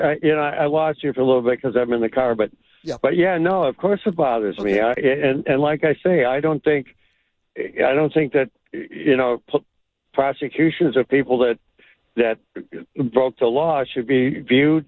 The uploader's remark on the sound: opened the phone lines for comment